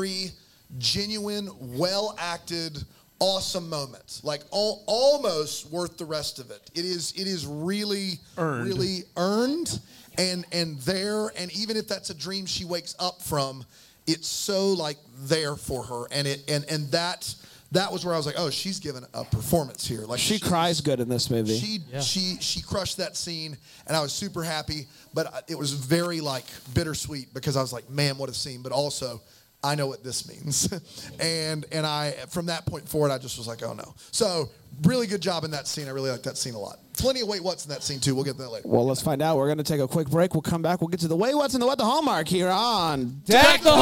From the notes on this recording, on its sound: LIVE from Bramble Fest 2023